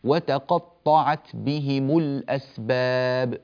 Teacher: إذا جاء بعدها ساكن، ميم الجمع أصلا هي ساكنة، هذا الأصل في ميم الجمع أنها ساكنة، فالسكون الذي عليها إذا جاء بعده ساكن آخر لا بد من أن نمنع اجتماع الساكنين، فالساكن الأول اللي هو الميم تتحرك بالضم، فنقول مثلا: وتقطعت بهم الأسباب، مل، لا نقول بهم الأسباب، لا، بهم الأسباب، وتقطعت بهم الأسباب.